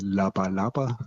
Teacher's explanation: Da hört man schon also vier Vokale, vier Konsonanten und die Konsonanten sind alle stimmhaft